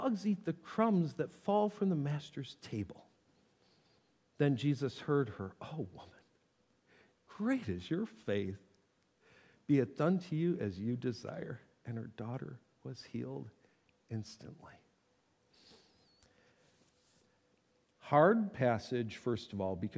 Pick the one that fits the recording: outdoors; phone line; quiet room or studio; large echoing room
large echoing room